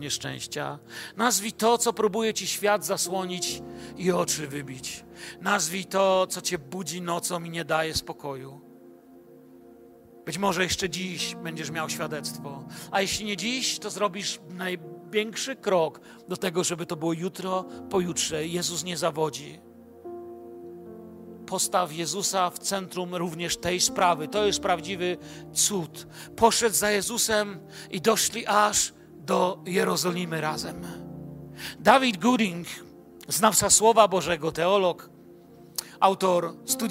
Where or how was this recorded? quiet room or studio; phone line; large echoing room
large echoing room